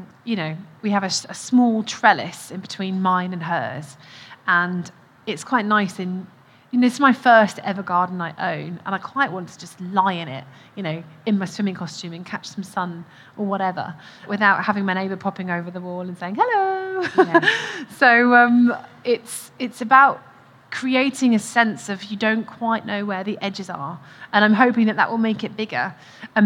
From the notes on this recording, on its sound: Recorded at BBC Gardeners’ World Live